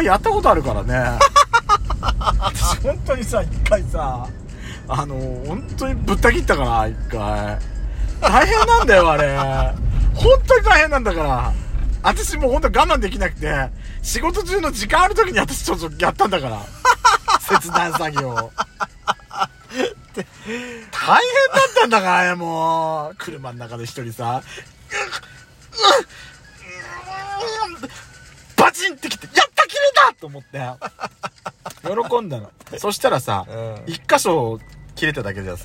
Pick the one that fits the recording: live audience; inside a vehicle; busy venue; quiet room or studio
inside a vehicle